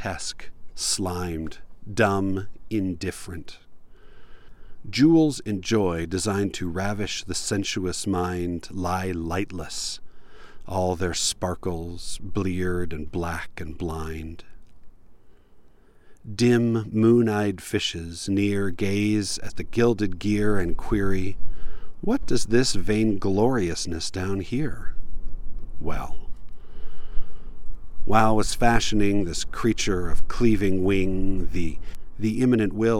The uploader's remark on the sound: Recorded in a tiny little canyon that I never learned the name for, but it was peaceful and quiet.